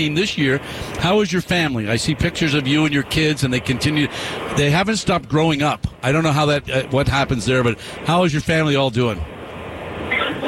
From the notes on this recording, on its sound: live at Desert Mountain High School